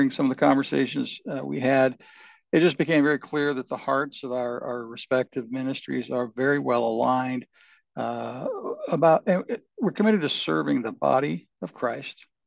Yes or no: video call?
yes